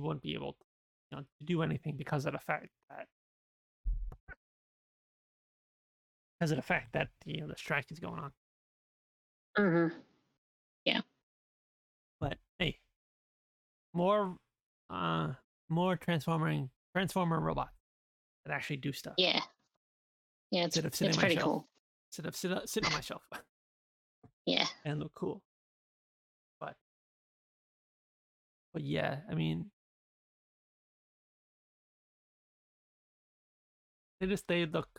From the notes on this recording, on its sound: Audio is getting gradually better as we get used to everything